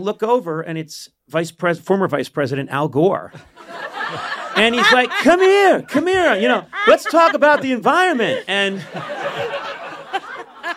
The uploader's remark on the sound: Live from the SiriusXM Garage